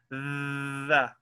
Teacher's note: if you want to pronounce the tha, you have to actually stick your tongue between your two teeth